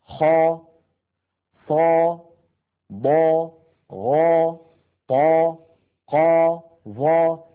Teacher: لاحظوا بأنها كلها عند النطق بها هواؤها وضغطها يتجه إلى سقف الحلق، لا تقبل النزول · Term: الحروف المستعلية